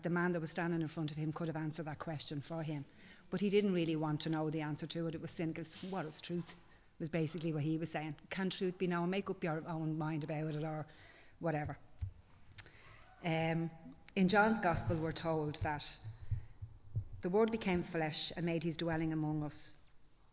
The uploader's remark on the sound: Recorded live in Liberty Church.